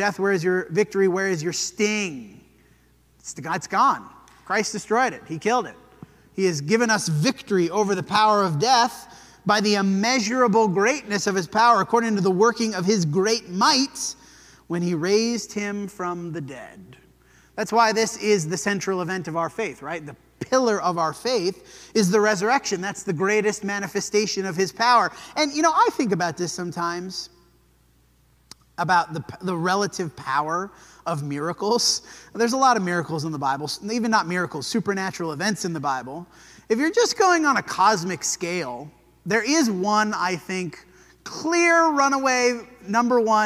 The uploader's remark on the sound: This sermon was preached at the Dewey Church of Christ on May 7, 2023.